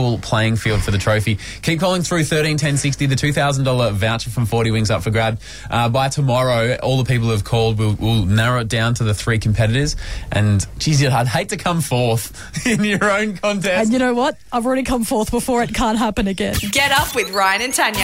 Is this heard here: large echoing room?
no